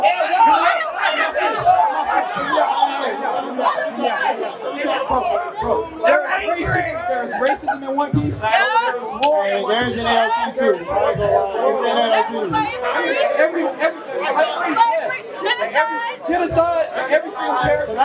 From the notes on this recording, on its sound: LIVE AT DREAM CON!!